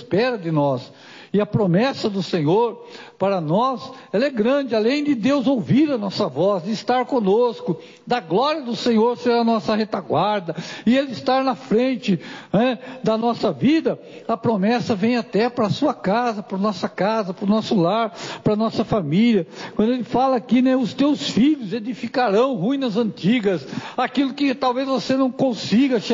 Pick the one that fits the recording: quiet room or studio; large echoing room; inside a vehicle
large echoing room